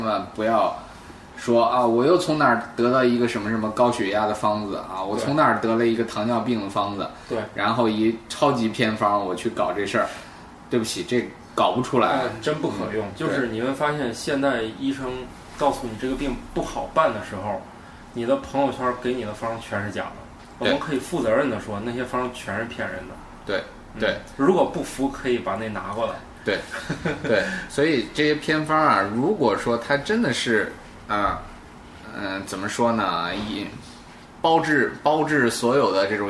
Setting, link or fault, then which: fault, background noise